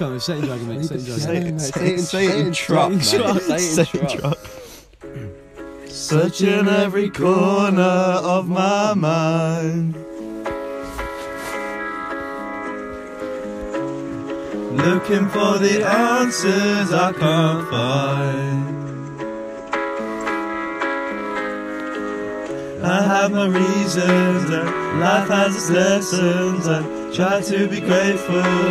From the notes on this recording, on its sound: Live in caravan with all the bios.